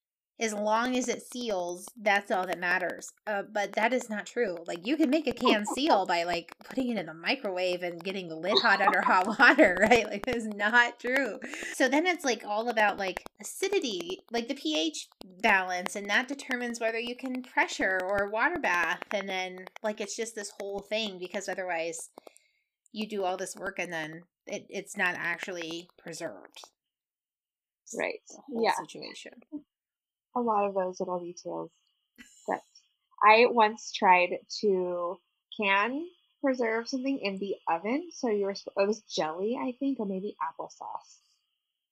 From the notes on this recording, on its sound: We apologize for the poor sound quality of this episode. Computer issues happened, but the conversation was too fun to scrap!